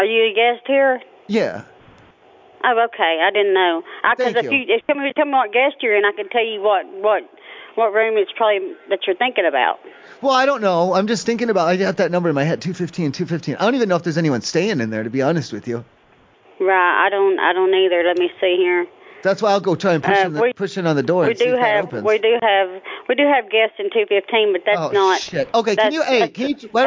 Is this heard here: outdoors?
no